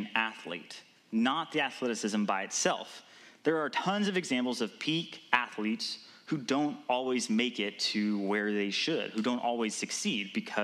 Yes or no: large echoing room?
yes